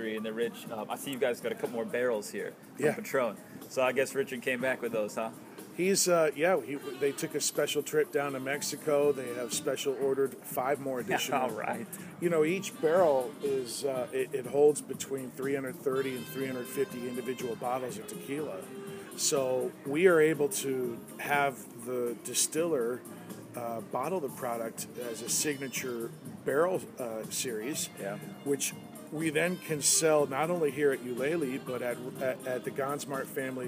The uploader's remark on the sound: LIVE Ulele Spring Brewery